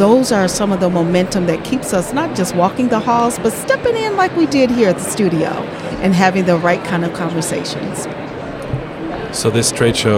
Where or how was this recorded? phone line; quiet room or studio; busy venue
busy venue